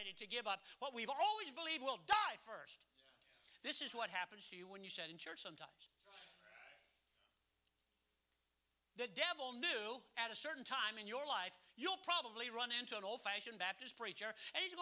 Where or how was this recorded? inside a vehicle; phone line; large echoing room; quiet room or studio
large echoing room